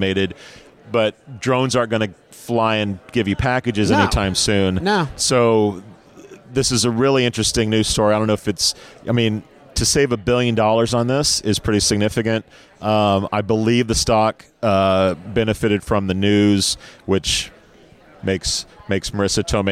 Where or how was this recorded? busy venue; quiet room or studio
busy venue